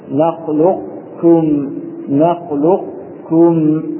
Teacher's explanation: أما كلمة نخلقكم في قوله تعالى ألم نخلقكم من ماء مهين ففيها وجهان، الأول الإدغام الناقص محافظة على صفة الاستعلاء في القاف